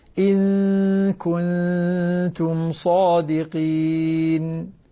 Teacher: لاحظوا هنا في غنتان متواليتان يا …، إن كنتم صادقين، النون الأولى مع الكاف والنون الثانية مع التاء، فيها إخفائين متواليين